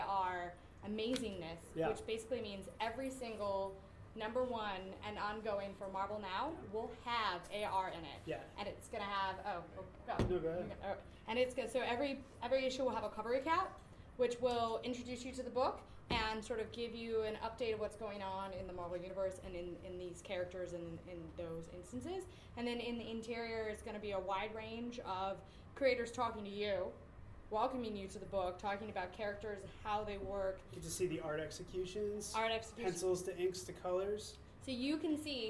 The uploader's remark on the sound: Live from NYCC